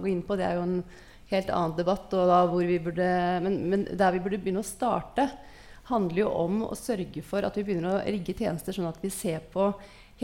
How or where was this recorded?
live audience